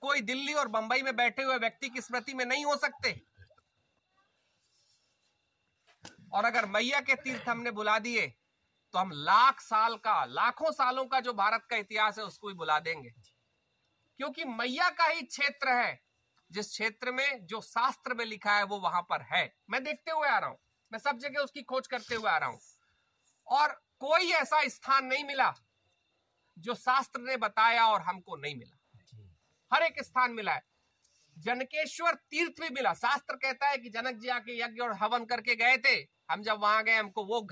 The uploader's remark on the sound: Discourse in Sukla teertha. While walking the 3000 kilometres of the Narmada Parikrama, from the biggest towns to the smallest villages.